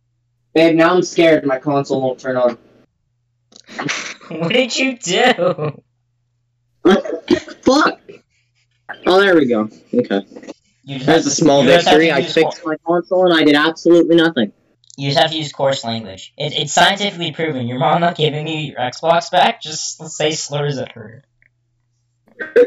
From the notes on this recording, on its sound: Audio was being weird, wasn't doing that in testing.